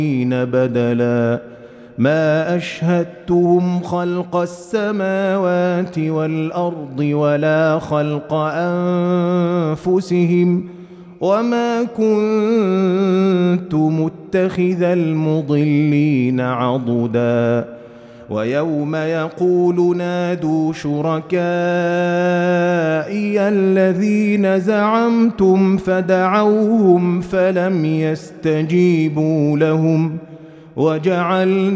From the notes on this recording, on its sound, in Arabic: مسجل من صلاة التراويح بمسجد السلام بحي مشرفة بجدة